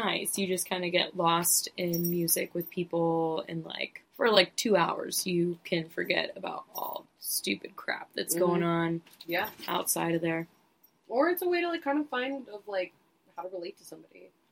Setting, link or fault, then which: fault, poor sound quality